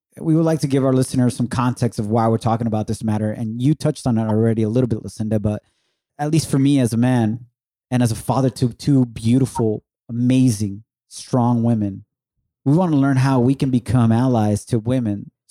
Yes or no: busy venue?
no